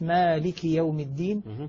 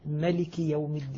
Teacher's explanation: الكسائي وعاصم يقرآن بإثبات الألف مالك يوم الدين، أما بقية السبعة فيقرؤونها بالقصر ملك يوم الدين